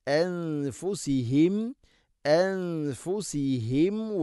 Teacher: അൻഫു നൂനിനെ അവ്യക്തമാക്കി മണിക്കണം.